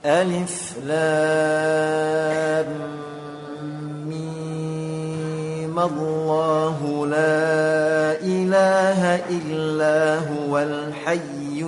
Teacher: Jadi fathah pada lafzul jalalah Allah itu kita pindahkan ke mim. Jadi nanti dibaca ma. · Term: dinaqal